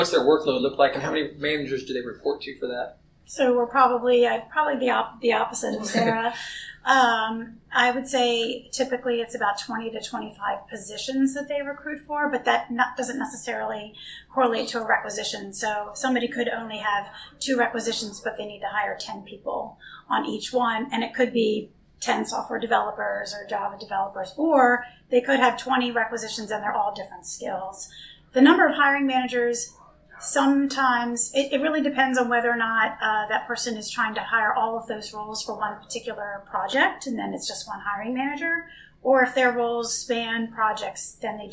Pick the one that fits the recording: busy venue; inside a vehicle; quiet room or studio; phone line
busy venue